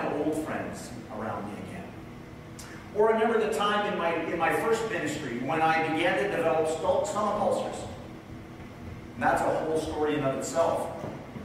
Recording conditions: poor sound quality